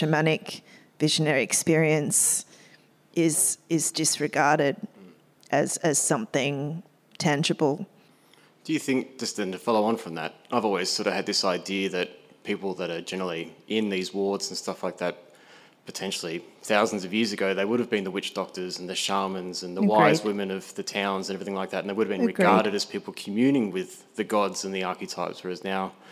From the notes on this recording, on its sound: Live in Melbourne Australia at a Voicecraft Live community event